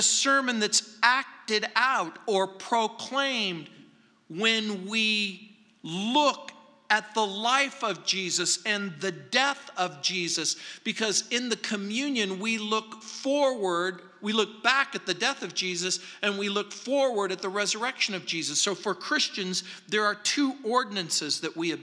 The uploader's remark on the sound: at Calvary South Denver in Littleton CO